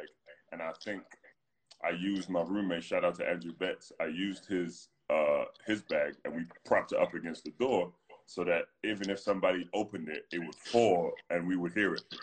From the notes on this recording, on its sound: Whilst the world is locked down during the coronavirus pandemic, two British basketball stars.